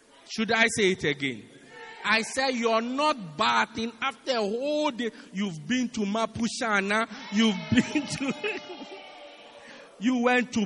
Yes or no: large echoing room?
yes